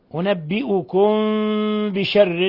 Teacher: ميم ساكنة جاء بعدها الباء إخفاء شفوي